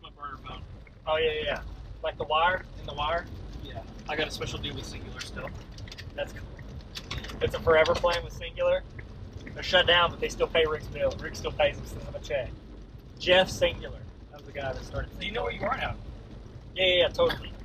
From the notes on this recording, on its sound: WARNING: Audio is trash.